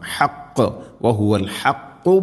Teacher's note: ഖാഫ് അതേപോലെ, ഹാഉം ഖാഫ് എല്ലാം മഖ്റജ് പ്രത്യേകം ശ്രദ്ധിക്കണം. ഹാ തൊണ്ടയുടെ മധ്യഭാഗം, ഖാഫും ചെറുനാക്കിൻ്റെ ആ ഒരു ഭാഗം